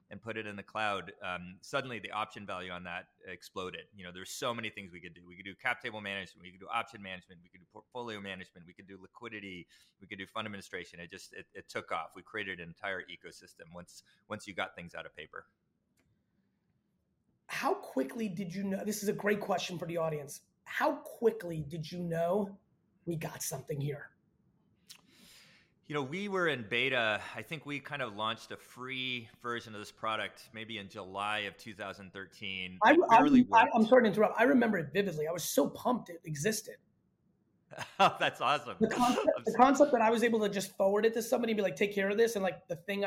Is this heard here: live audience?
no